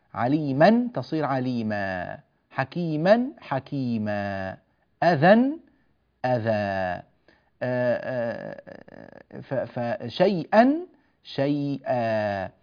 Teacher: الاستعاضة عن تنوين النصب بألف عند الوقف عليه · Term: مد عوض